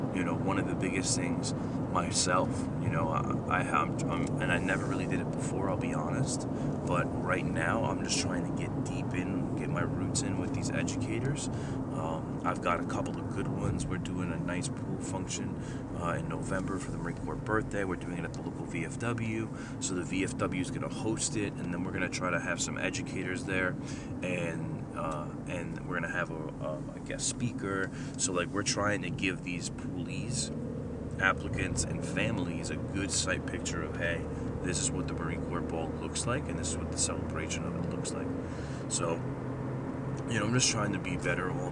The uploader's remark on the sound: Please excuse the background noise.